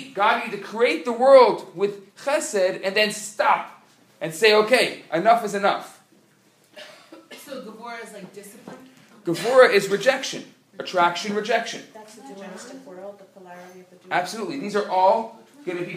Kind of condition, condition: setting, live audience